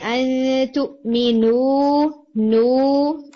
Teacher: make sure کہ واؤ میں جب آپ بولیں گے نا تو غنہ نہیں ہوگا